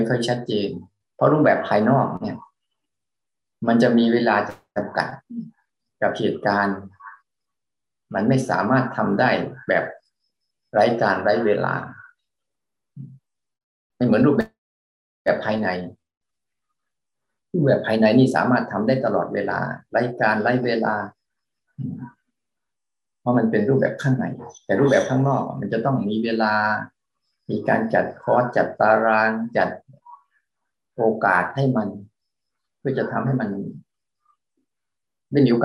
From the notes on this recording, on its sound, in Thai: เป็น 1 ใน 3 คอร์สออนไลน์ (ผ่านโปรแกรม Zoom)